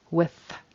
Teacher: It needs to be a W, W, I, short I, and a soft TH or a unvoiced TH, we would call it, with, tongue between the teeth.